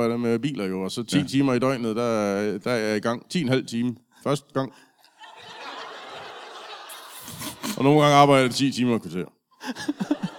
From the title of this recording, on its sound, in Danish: LIVE fra Esbjerg